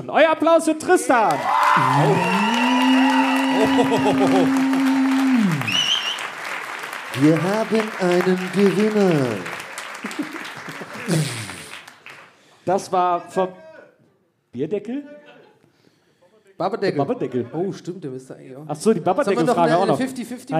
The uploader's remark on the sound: Live in Erlangen